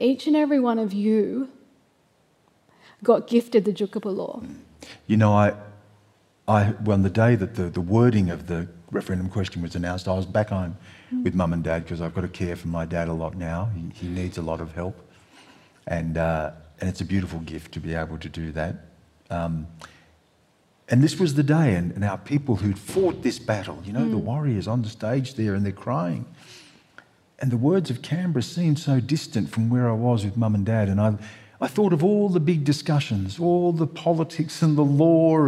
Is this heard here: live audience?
yes